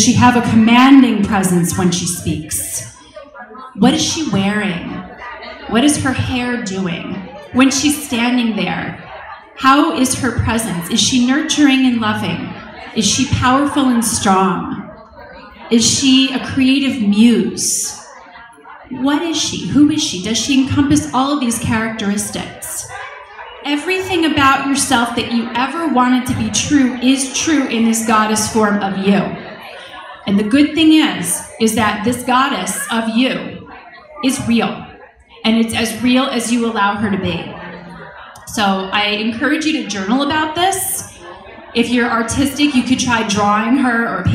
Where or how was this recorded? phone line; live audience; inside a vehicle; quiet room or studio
live audience